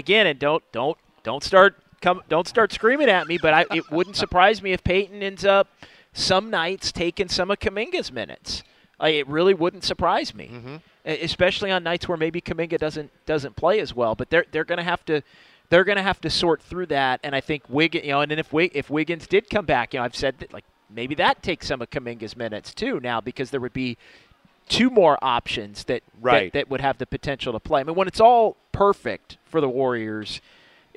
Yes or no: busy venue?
yes